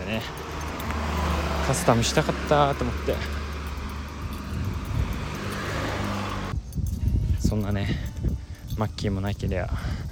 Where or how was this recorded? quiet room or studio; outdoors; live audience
outdoors